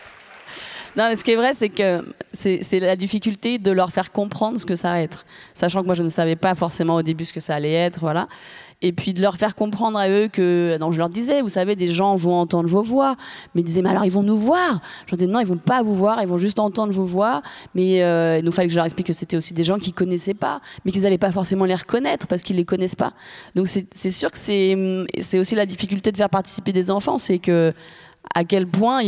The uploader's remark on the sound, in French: Cet épisode bonus a été enregistré à l’occasion de l’écoute en avant-première de « C’est quoi l’amour, maîtresse ? Lors du Festival du Film Féministe des Lilas (93). Théâtre du Garde-Chasse (Les Lilas).